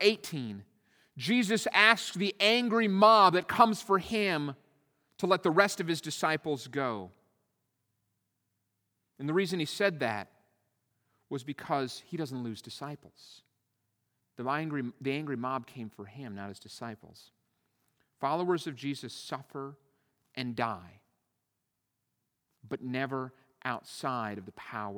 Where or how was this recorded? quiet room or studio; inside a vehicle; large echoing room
large echoing room